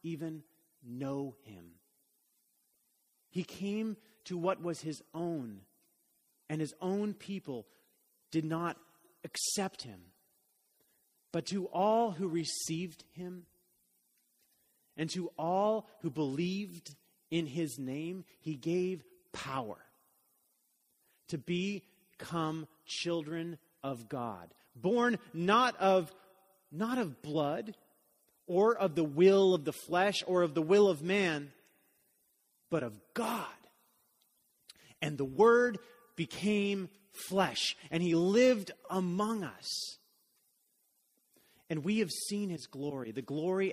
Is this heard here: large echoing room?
yes